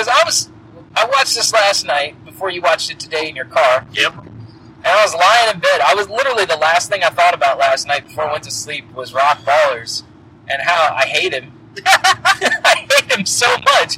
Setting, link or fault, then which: fault, poor sound quality